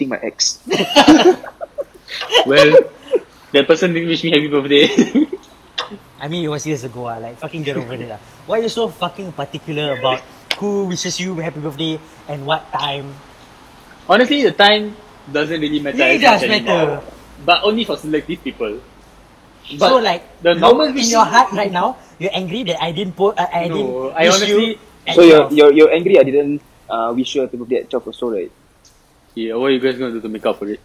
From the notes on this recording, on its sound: First podcast that we recorded at a void deck with our iPhones, hence the audio quality.